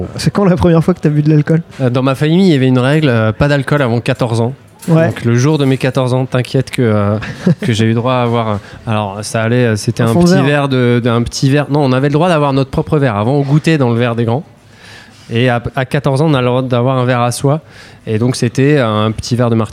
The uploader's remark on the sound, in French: enregistré au Wine Therapy (Paris 9e)